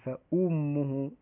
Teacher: الهمزة مضمومة، فلذلك ينبغي أن نحرص على يعني تحقيق ضمتها وإشباعها، يعني إشباع الحركة أن نأتي بها كاملة.